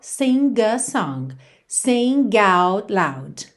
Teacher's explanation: a gente não ouve quando a gente tem só a palavra sing, sing, mas a gente liga na vogal sing a song, sing out loud.